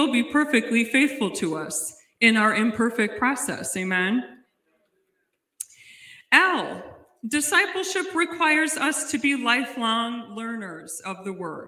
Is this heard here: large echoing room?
yes